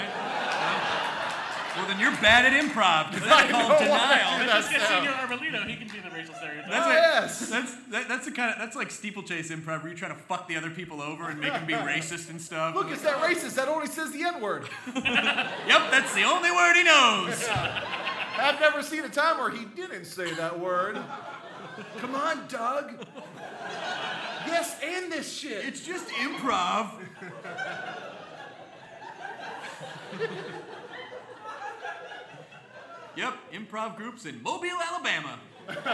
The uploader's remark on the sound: Recorded 5/11 at Largo in Los Angeles.